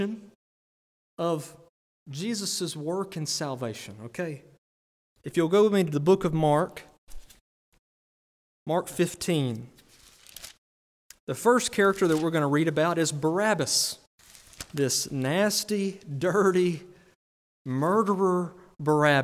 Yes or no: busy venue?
no